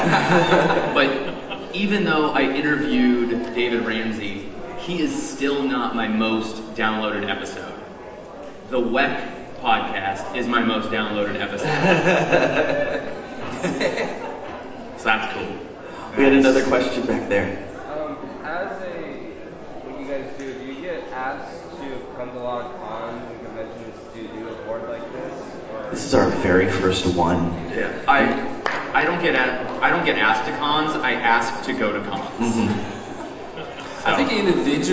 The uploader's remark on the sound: NerdCon Podcasting Panel. It is a convention, so there’s a lot of background noise, and we picked up some additional conversations, but I think you can hear everyone pretty clearly.